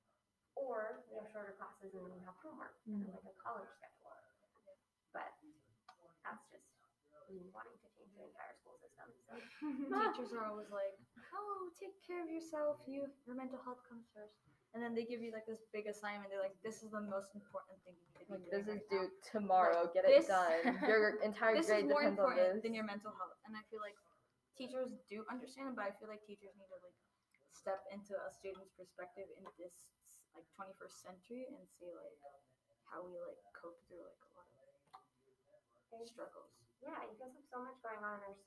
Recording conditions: uneven or low level